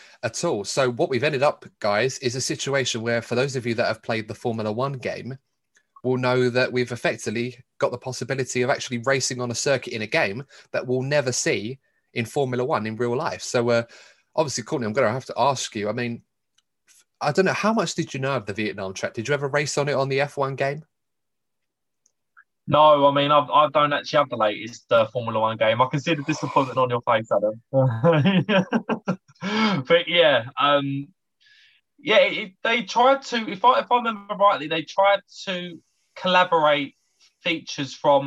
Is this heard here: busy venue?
no